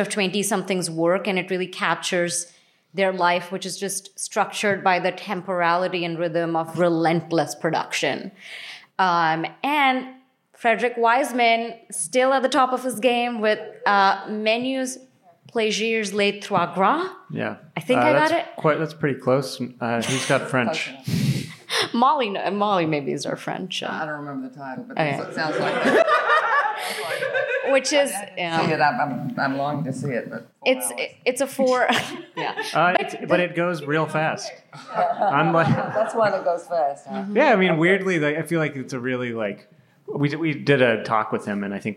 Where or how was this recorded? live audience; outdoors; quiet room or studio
live audience